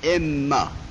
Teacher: وقتی که در دو کلمه بود یک زمانی از هم جدا میشن، مثل این ما، نون را در میم ادغام کردیم شد اما، دو کلمه یه، نون در این، میم در ما، میگیم اما.